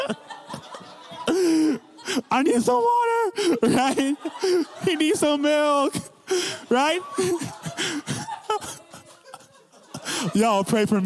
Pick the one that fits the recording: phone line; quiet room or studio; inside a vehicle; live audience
live audience